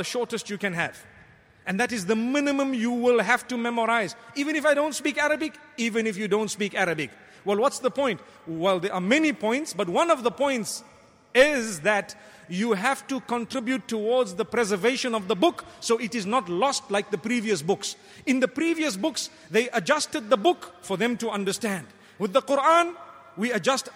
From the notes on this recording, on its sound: Delivered at Tuanku Mizan Zainal Abidin Musjid